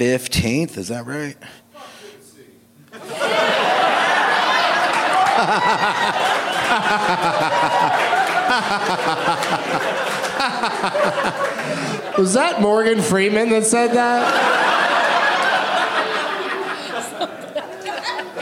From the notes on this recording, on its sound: Live from Comedy Off Broadway in Lexington, KY